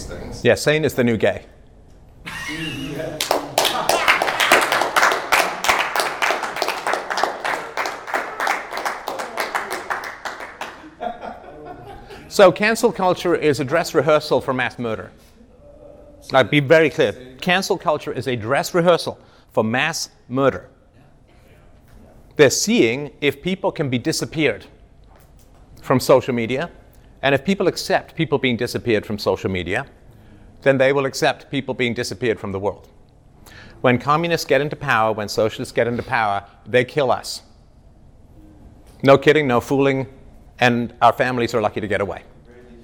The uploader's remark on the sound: This is an exclusive live 2 hour workshop filmed in Orlando Florida by 21 Studios at The 21 Convention World Event.